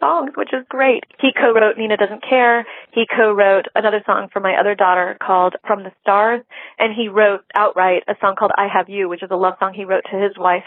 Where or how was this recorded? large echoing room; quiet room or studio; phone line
phone line